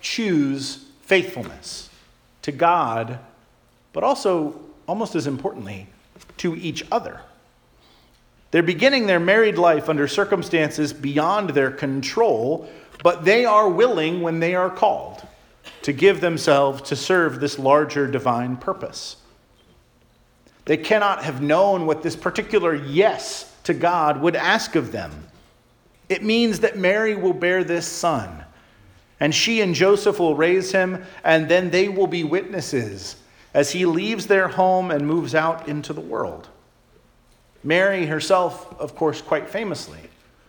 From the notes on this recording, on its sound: Charles Anglican Cathedral, Bremerton, WA.